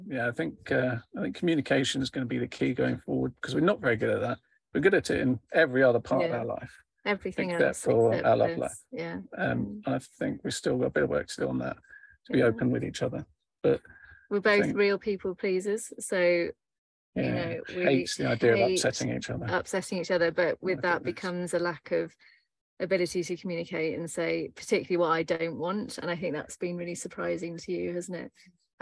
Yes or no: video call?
yes